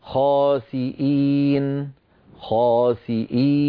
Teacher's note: نلاحظ بأن النون سكنت بسبب الوقف، يعني مد عارض للسكون